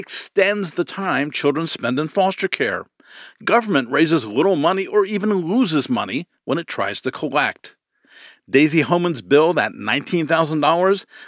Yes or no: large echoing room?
no